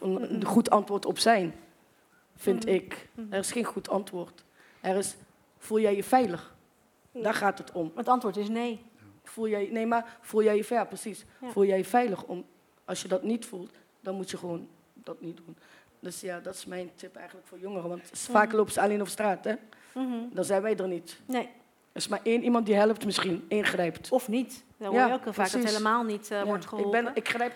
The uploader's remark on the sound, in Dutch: zijn we op 19 oktober 2022 tijdens een live event in het Bibliotheek Theater in Rotterdam met een groep meiden én jongens in gesprek gegaan